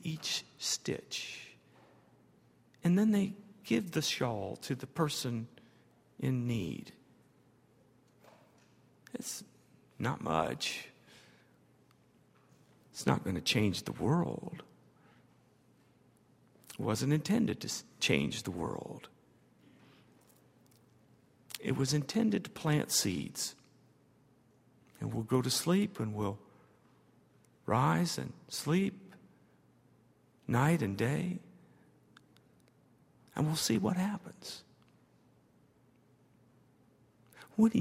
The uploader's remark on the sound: at Highland Baptist Church